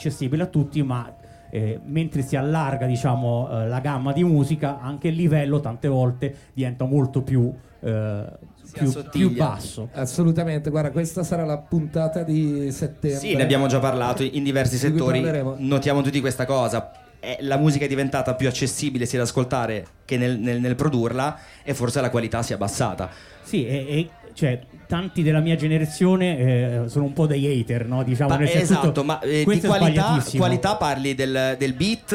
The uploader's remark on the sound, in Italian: Radici on the boat. Sulle onde del mare. L'abbiamo registrata live in mezzo a voi che eravate tantissimi.